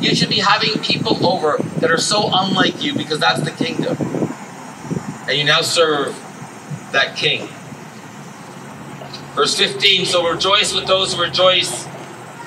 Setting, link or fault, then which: fault, background noise